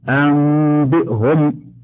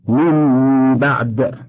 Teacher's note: قلب النون الساكنة أو التنوين ميما. اثنان، إخفاء النون في الباء. ثلاثة، الغنة مع ذلك الإخفاء. · ويسمى إقلابا لما فيه من قلب النون والتنوين ميما · Term: الإقلاب